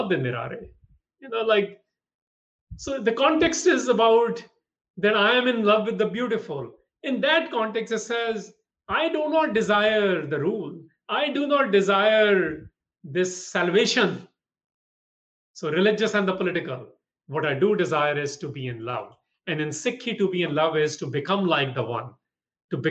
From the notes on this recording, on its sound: From a live webinar recorded on June 29th, 2020. This episode of The Sikh Cast is from a live webinar.